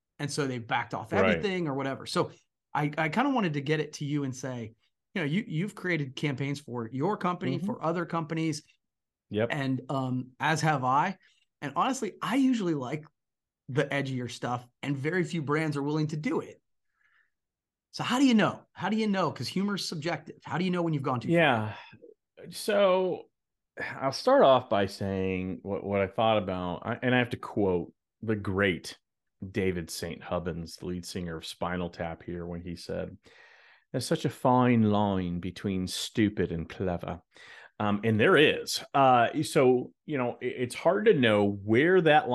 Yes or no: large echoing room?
no